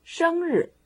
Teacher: first tone, fourth tone